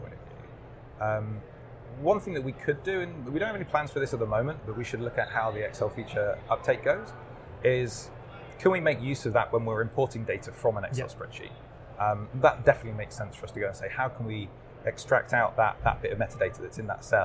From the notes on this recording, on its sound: recorded at Microsoft Ignite in Orlando